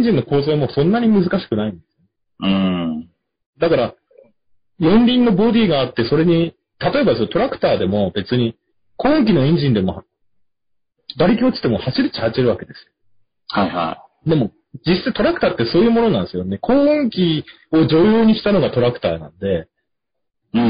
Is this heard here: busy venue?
no